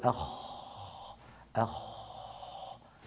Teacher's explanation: وهو حرف مهموس. مهموس يعني يجري معه النفس، وعند نطقه لا يهتز اللوتران الصوتيات.